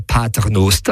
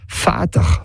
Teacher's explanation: P im Latin ist mit der Zeit F geworden auf Deutsch · Term: erste Lütverschiebung